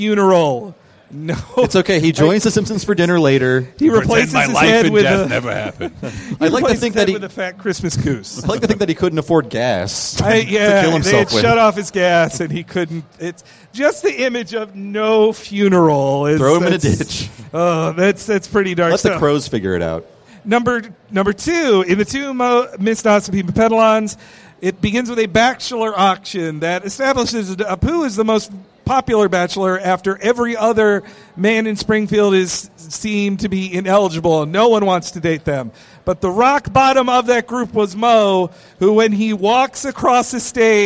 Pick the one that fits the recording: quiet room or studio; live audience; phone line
live audience